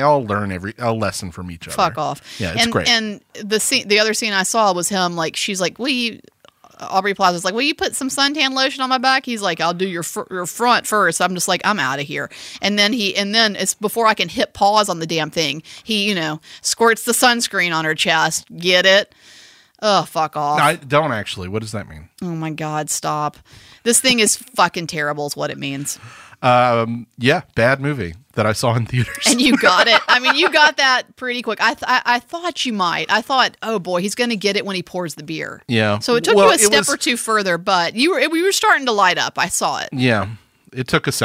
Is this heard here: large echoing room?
no